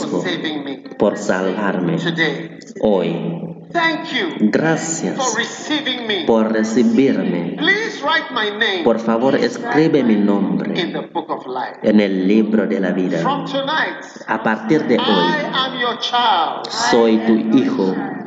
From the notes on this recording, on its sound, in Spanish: Predicado en Light Conference 2023, Catedral de Alabanza, Manila, Filipinas.